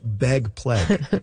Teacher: among some speakers, particularly notable in Vancouver and Seattle, and maybe a little bit of Portland, ags are turning into eggs · Term: pre-G merger